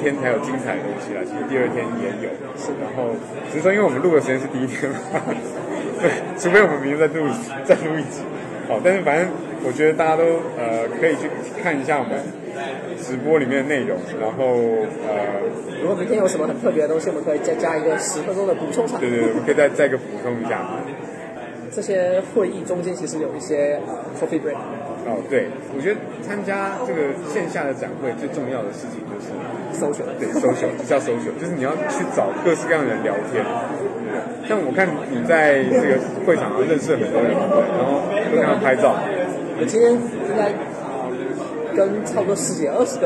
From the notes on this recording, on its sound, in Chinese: 在 KotlinConf’23 现场录播客。就把握机会在现场的 Lounge 区录起了播客。